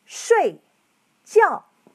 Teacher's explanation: Both words are fourth tones.